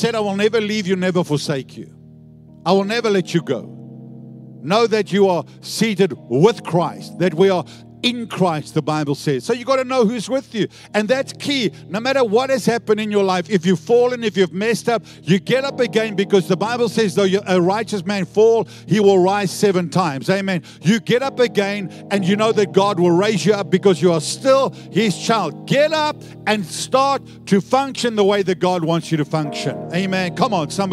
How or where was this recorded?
large echoing room